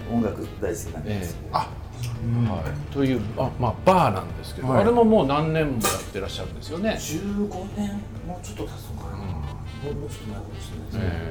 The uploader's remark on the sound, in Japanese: 曙橋の 【神戸ごはん 田中屋】 にて収録です。